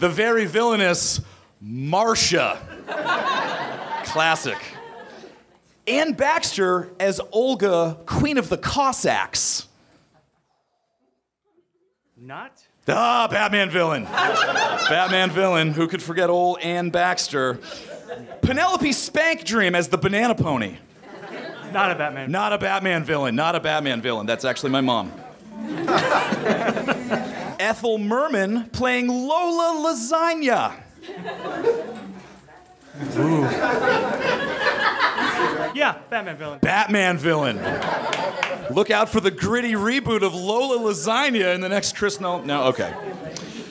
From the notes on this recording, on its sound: Recorded at Nerdmelt Theater on 8.12.12.